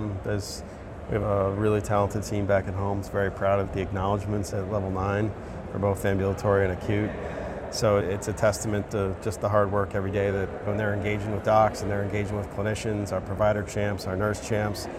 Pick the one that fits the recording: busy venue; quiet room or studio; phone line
busy venue